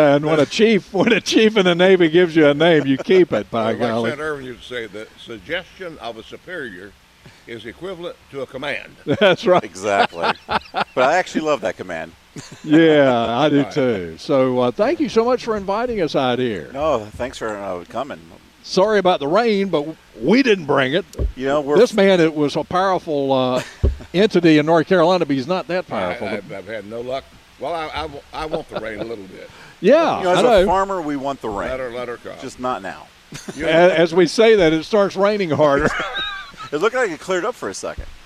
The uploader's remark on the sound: broadcasting live from Hand Picked Nursery.